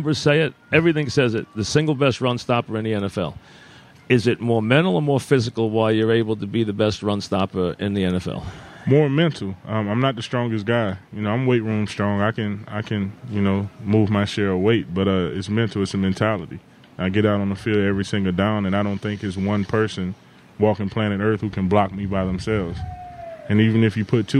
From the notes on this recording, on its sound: Live from Giant camp.